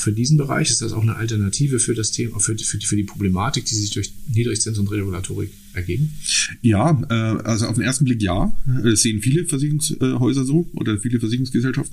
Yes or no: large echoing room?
no